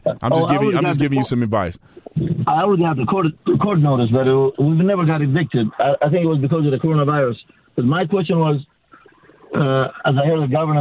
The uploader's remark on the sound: Answering a listener’s call